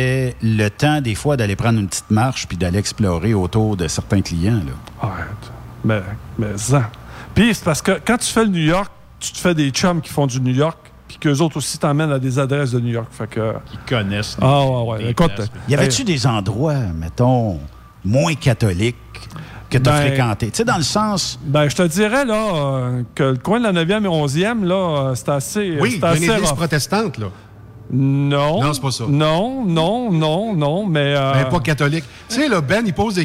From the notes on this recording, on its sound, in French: en direct du Truck Stop Petit St-Hélène de Bagot